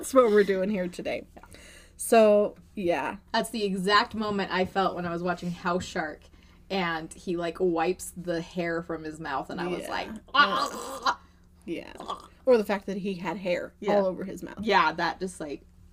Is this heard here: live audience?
no